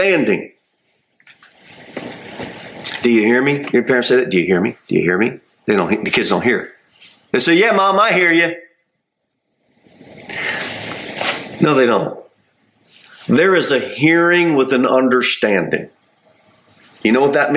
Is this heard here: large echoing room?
yes